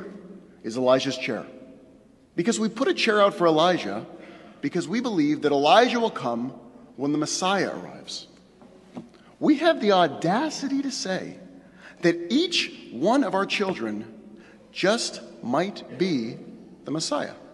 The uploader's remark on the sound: Delivered on Rosh Hashanah at Temple Emanu-El on 9-29-11